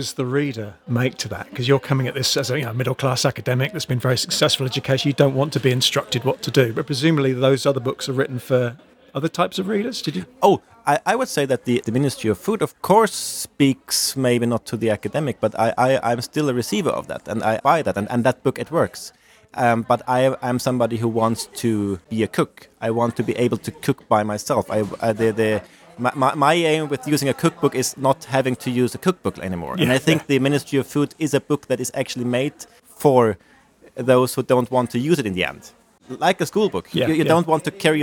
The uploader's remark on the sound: this interview took place at the 2023 NERA conference in Oslo